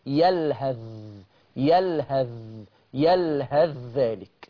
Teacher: يلهذ ذلك يعني اضغمها، يعني ما اسمعش صوت الثاء، اسمع صوت مين؟ الحرف الثاني الذال. · Term: الثاء في الذال